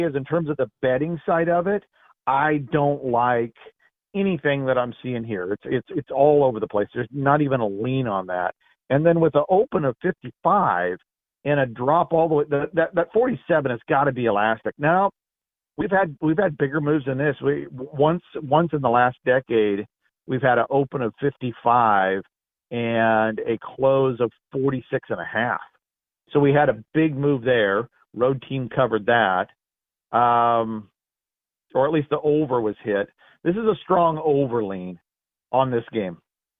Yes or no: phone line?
yes